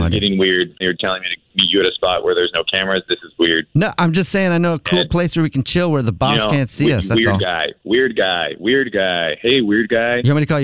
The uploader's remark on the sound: Phone Prank